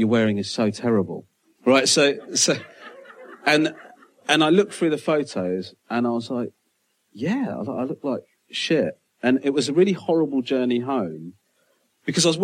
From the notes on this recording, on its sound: Live at Soho Theatre.